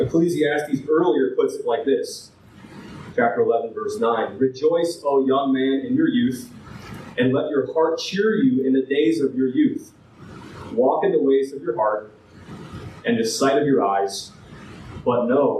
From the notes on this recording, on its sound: This file has damaged audio quality.